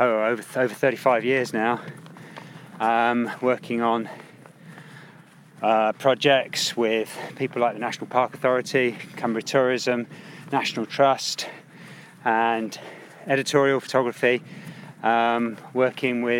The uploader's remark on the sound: High on a Lake District peak